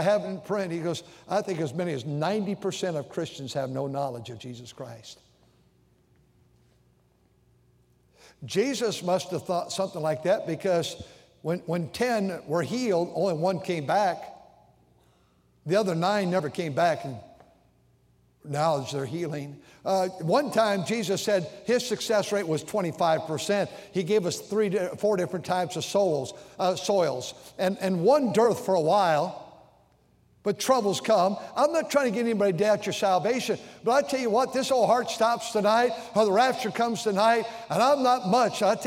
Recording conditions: large echoing room